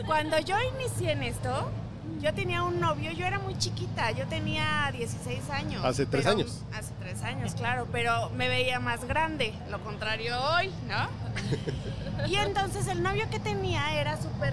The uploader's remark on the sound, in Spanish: La semana pasada grabamos desde el mágico mundo de las expos en Expo Publicitas 2019, en el stand de Output Podcast presentado por RØDE Microphones.